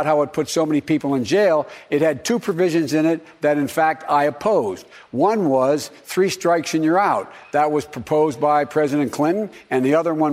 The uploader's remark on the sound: during a live town hall